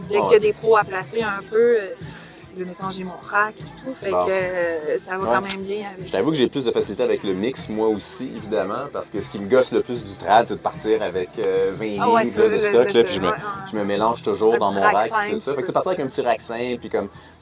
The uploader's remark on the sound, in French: live de Ten Sleep Brewery